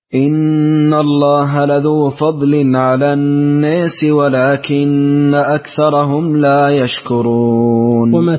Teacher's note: دوري البصري بإمالة الألف. نعم، الألف في الناس